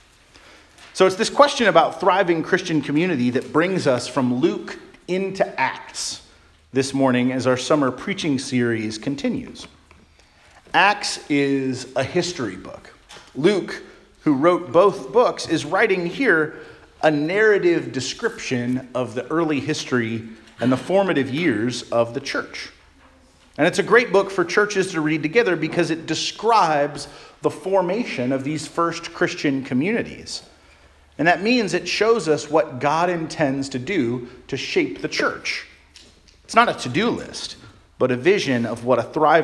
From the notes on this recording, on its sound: Charles Anglican Cathedral, Bremerton, WA.